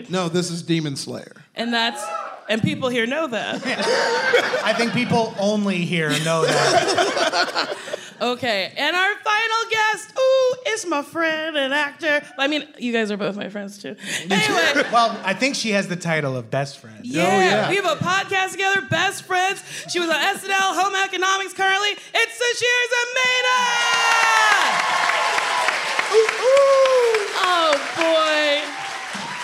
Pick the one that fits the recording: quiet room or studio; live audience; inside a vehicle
live audience